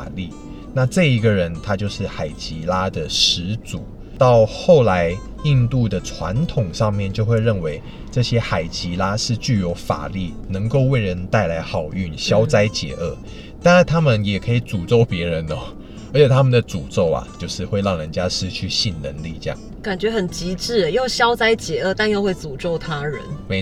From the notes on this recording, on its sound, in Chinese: 先為爛音質說抱歉！這集在車子裡錄的。